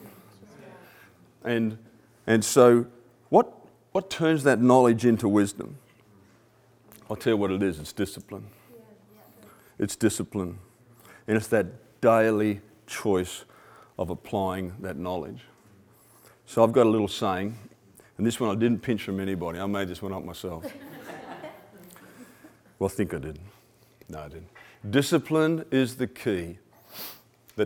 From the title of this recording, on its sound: 2016 100x Mavericks Convention Keynote Presentation